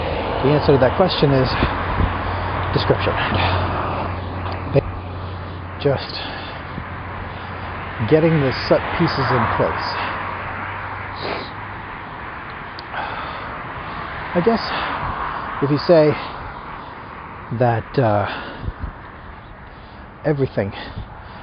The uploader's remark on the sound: I start by apologizing for the horrible audio quality.